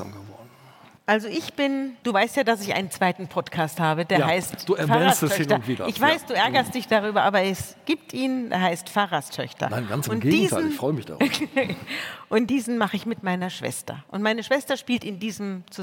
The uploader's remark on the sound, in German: im Live-Podcast der Langen Nacht der ZEIT